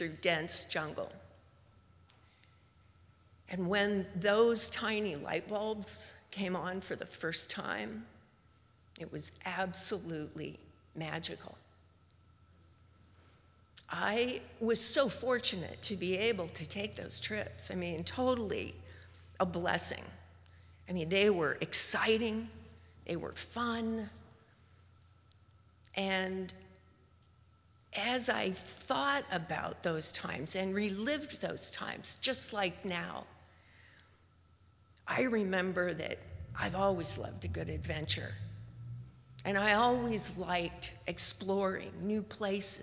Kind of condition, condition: setting, live audience